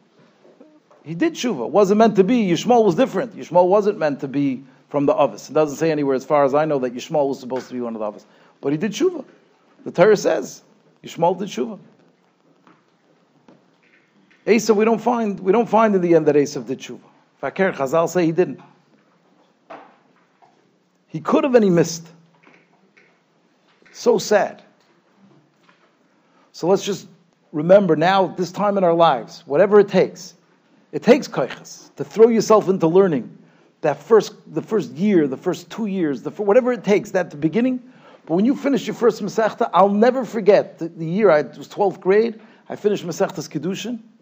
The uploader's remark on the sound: Shiur recorded in Yeshivas Ohr Reuven, Monsey, NY.